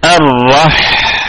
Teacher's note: الحاء ساكنة فيها الهمس وفيها الرخاوة، الرح هكذا، يعني الرخاوة يعني يمتد بها الصوت، يستمر الصوت مستمر، الرح.